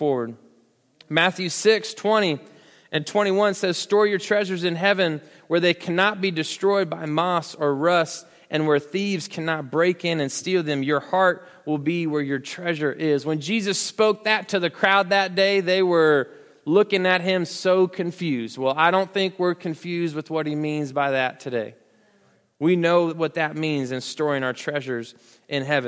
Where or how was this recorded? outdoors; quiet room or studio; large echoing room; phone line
large echoing room